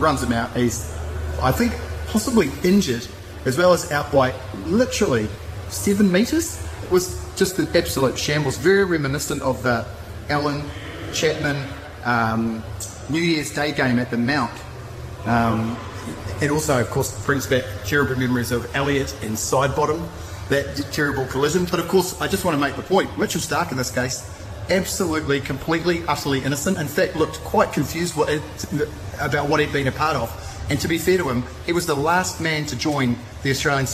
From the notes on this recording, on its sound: live from the Cricket Museum at the Basin Reserve in Wellington